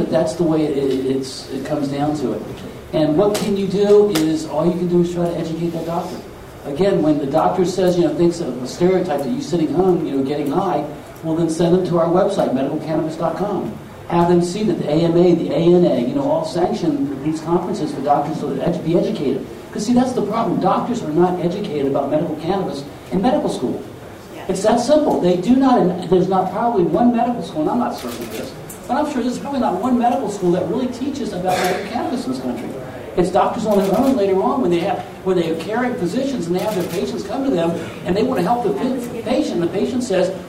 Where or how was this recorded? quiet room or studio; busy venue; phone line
busy venue